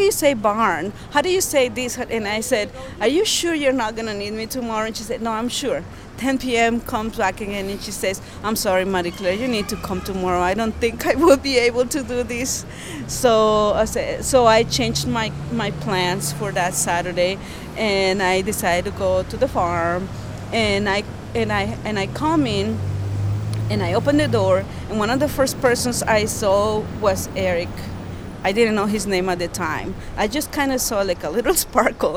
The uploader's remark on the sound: Conversation recorded in the streets of Downtown Holyoke.